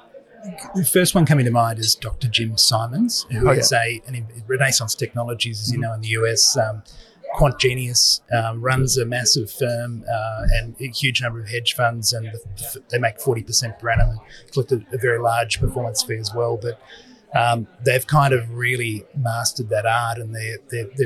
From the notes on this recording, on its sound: LIVE from ASA. In this LIVE podcast recording from ASA Sydney. We apologise for the background noise, this was filmed live on location.